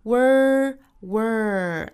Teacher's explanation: 美音读成 world,因为单词内部含有字母 R,需要卷舌成 r